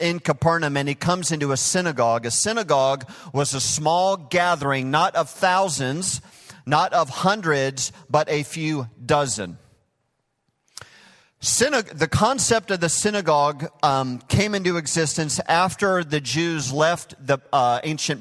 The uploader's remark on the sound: Recorded live at Hope Church in Springfield, Mo.